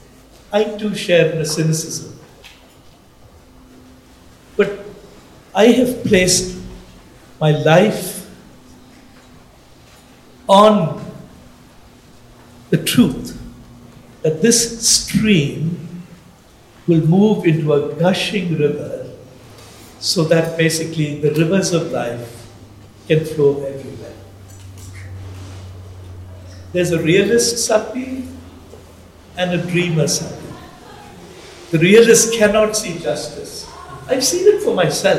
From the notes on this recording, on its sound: LIVE from the School of Discipleship 2023. Live, large, and loud. Live from the final day of the 2023 School of Discipleship. To have questions come from other SOD attendees that really expanded the conversation. Recorded live within the SOD2023 community.